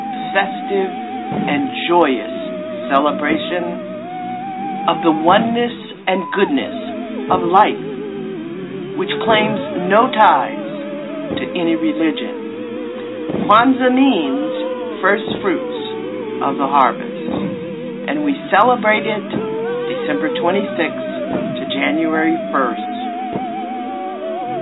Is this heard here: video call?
no